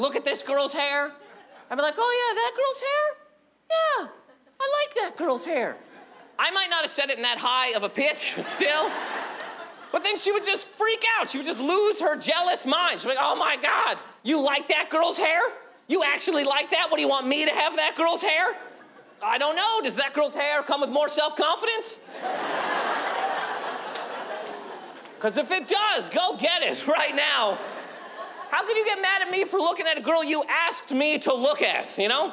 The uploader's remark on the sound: This stand up performance took place at the Just for Laughs Festival in Montreal, Quebec.